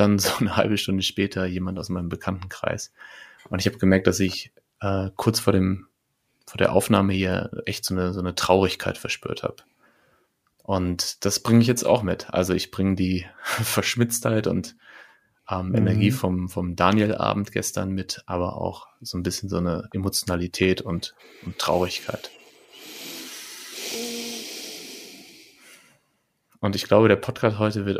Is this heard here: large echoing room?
no